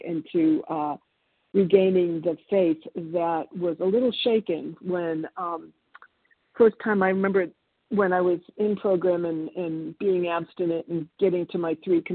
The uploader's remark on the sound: 100 Pounders Phone Meeting